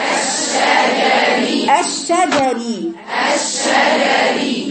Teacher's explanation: شديد جدا في الشين وتفشيها وصفتها مع الجيم انك بتبقي مستعجل المفروض تفصلي المخرجين عن بعض الشين والجيم لان الشين وانت بتقرايه ما بيوصلش اللسان للحنك الاعلى ما بيحصلش